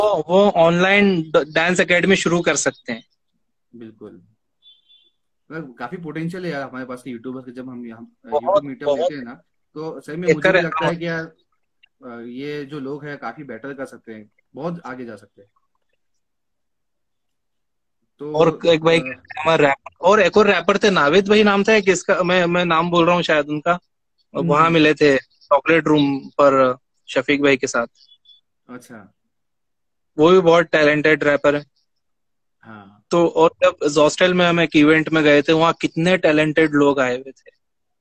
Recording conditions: video call